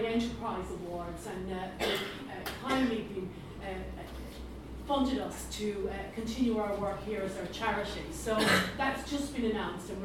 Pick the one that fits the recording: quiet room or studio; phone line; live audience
live audience